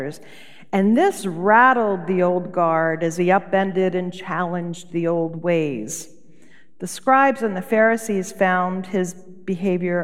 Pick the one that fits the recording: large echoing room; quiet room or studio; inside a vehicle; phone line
large echoing room